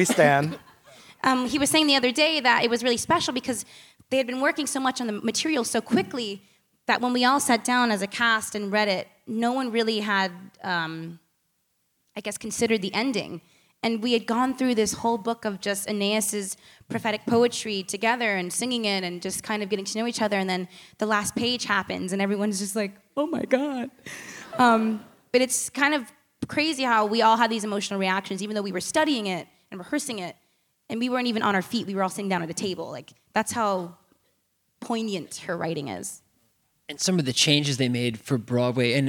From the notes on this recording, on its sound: This week’s episode is a special live taping from the mainstage at BroadwayCon!